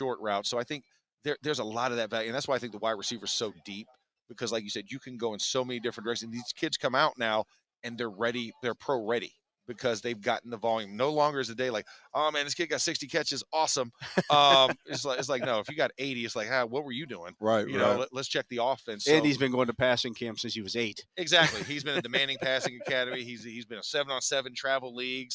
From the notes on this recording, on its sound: The Drive LIVE from the NFL Combine.